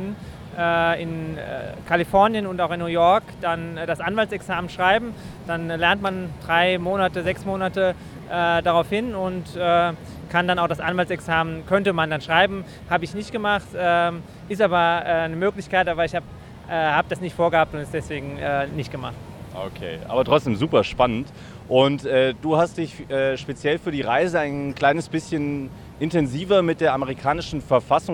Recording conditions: outdoors